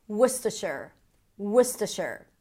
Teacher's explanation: So basically there is no vowel in the middle or a schwa if you want to be particular.